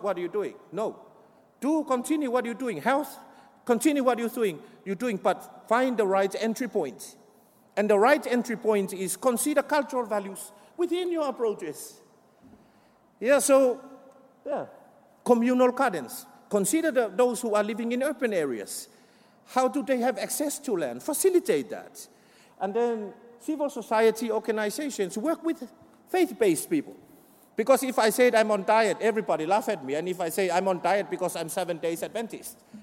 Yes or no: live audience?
yes